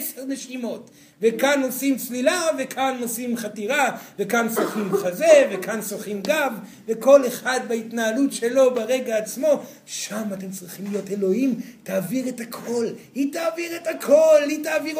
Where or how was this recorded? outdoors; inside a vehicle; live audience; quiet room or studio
live audience